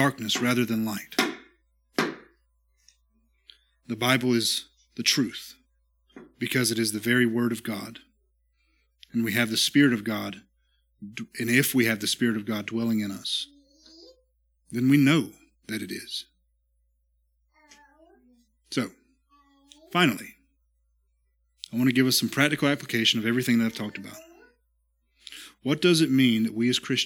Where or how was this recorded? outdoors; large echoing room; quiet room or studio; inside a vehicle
large echoing room